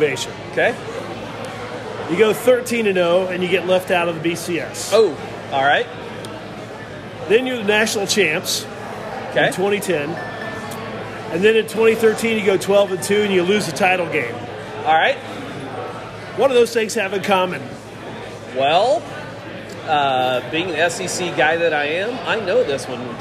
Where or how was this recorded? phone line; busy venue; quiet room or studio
busy venue